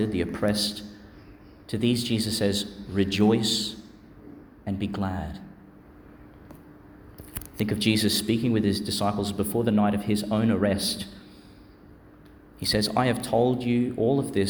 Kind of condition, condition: setting, large echoing room